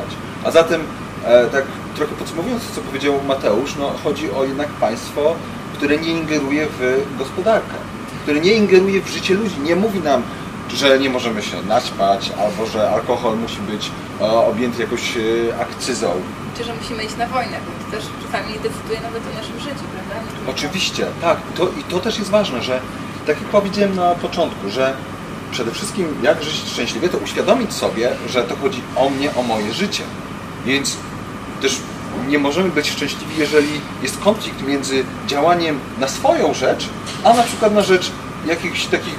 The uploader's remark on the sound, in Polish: Niestety przez naszą nieuwagę w tle nagrania słychać szum klimatyzacji